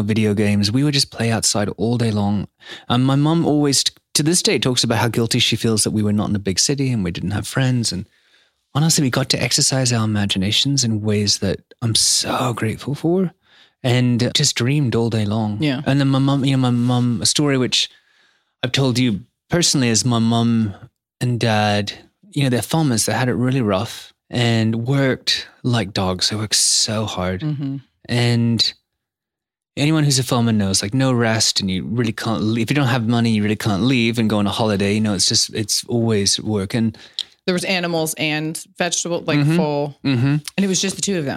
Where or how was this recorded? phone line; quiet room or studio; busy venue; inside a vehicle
quiet room or studio